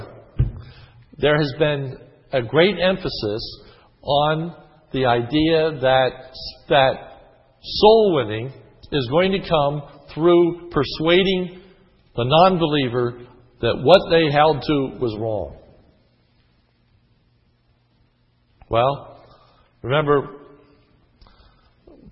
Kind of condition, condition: setting, large echoing room